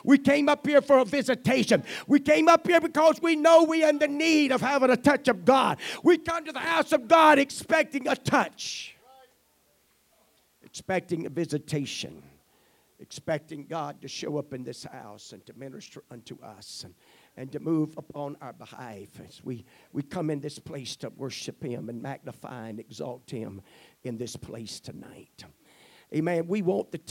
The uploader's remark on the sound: At the First Jesus Name Church of Benndale on the Sunday night of 1 - 28 - 2024.